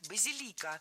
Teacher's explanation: Ударение ставим на третий слог, и там его сохраняем во всех формах. Базилика, базилику, базиликом.